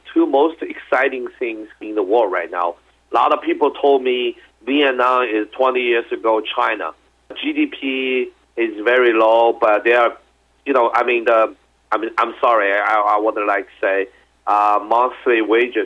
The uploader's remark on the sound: called in to SmallCapVoice